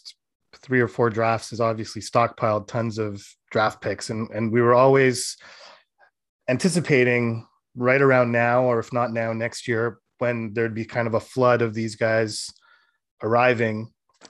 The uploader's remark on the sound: BROSSARD, QC — The AHL Report team from Rocket Sports Media was on the media’s Zoom call for the opening day of the Montreal Canadiens’ 2021 Rookie Camp, held at the Bell Sports.